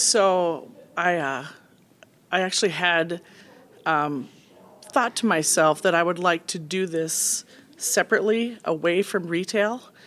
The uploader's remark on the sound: Recorded live at the 2019 HRT Symposium in Las Vegas, Nevada.